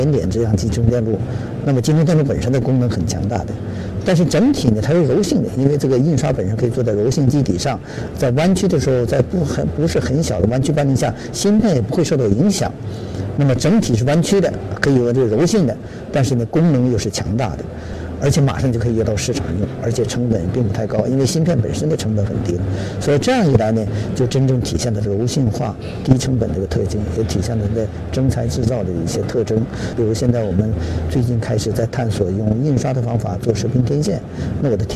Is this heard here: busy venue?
yes